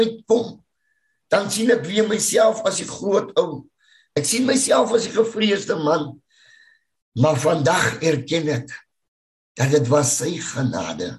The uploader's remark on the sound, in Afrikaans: Woord Sonder Grense Mannebediening se saalbyeenkomste by Choose Life Church *(CLC)* vind plaas op Dinsdae oggende vanaf 6:00 tot 7:00 by *CLC* se saal. Die Manne Bediening *DIGITAAL* se *Zoom* byeenkomste word gefasiliteer tesame, en op dieselfde tyd, as die saalbyeenkoms.